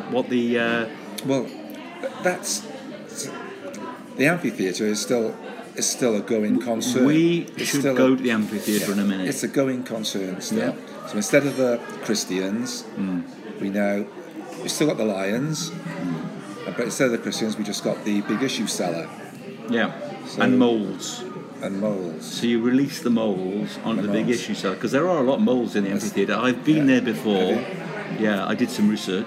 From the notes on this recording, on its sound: A misguided attempt to record on site, an 'outside broadcast' which degenerates into a pub crawl.